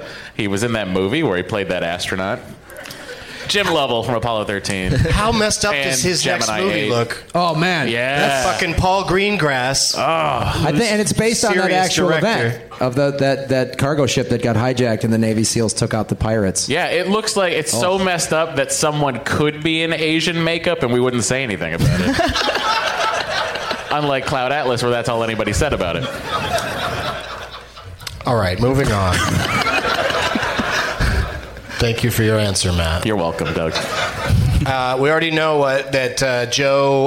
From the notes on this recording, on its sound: Live from Zanies Comedy Club in Nashville